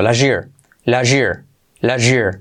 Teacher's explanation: fijaos cómo suena al unir la T con la Y, se convierte en un J, así este sonido, la year, la year, la year, ¿ok?